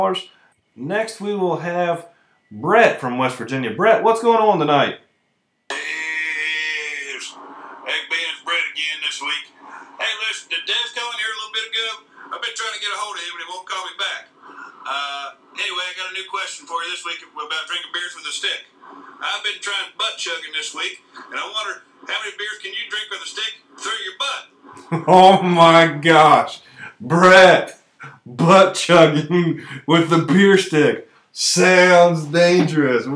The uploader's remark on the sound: takes phone calls for the entire episode